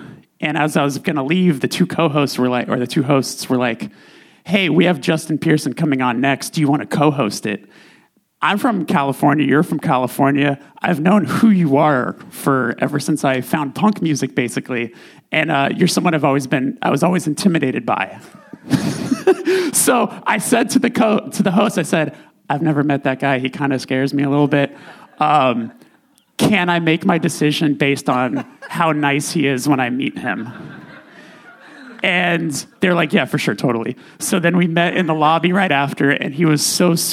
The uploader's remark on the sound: (LIVE EPISODE). Recorded in Los Angeles in front of an audience at Braindead Studios.